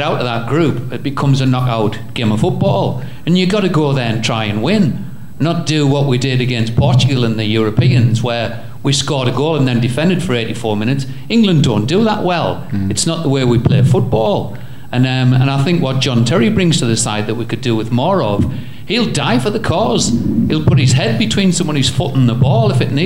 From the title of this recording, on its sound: Live from Newcastle